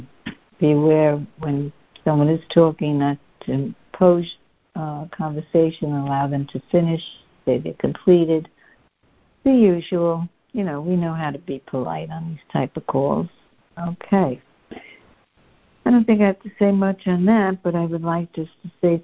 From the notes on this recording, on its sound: Students are joining together on a Free Conference Call.